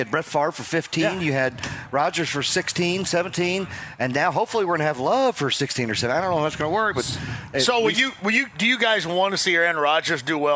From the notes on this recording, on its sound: Full Show: Live From Mystic Waters Campground!